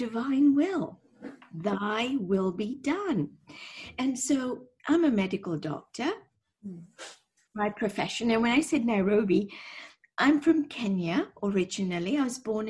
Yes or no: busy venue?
no